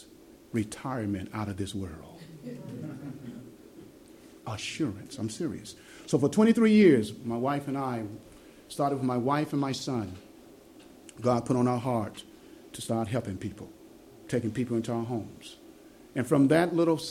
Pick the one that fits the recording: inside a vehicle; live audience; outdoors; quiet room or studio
live audience